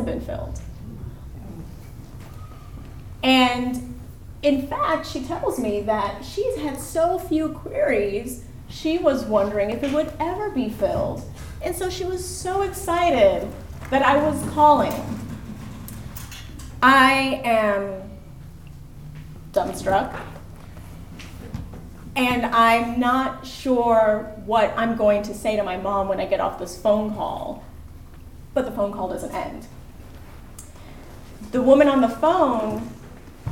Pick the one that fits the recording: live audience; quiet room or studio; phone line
live audience